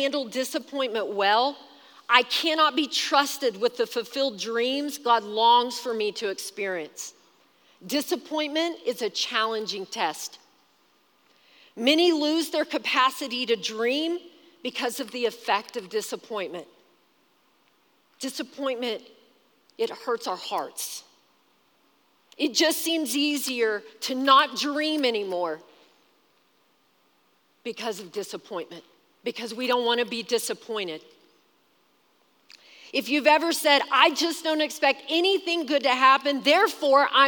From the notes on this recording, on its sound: Recorded live during our Wednesday night service